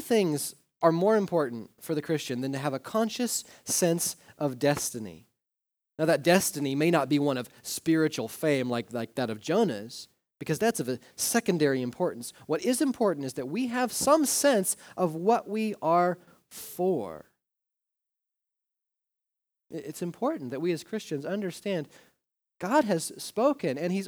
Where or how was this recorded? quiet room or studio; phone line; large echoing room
large echoing room